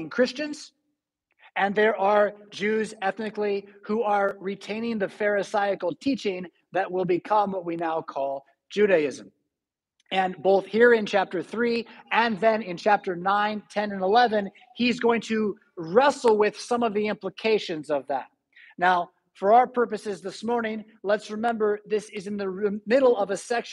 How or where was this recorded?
large echoing room